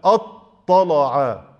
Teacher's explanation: لكن ما يقول أطلع يقول لك أطلع، فخم الهمزة وفخم اللام